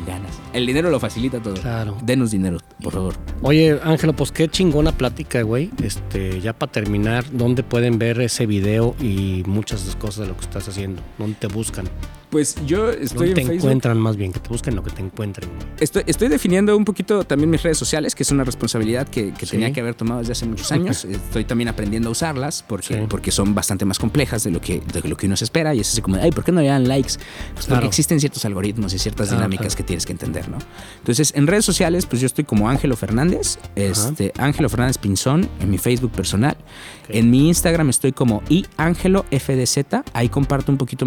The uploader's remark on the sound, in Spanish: Una larga plática en el jardín de su casa.